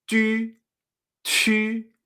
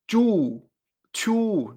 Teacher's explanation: no se hace la u, se hace la u francesa, la u como si tuviera diéresis · Shown in: first take